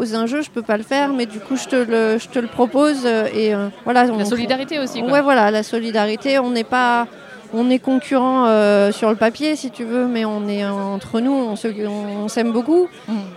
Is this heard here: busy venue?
yes